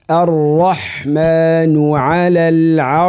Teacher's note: الراء ما هو في كلمة الرحمن وكلمة العرش، الراء مفخمة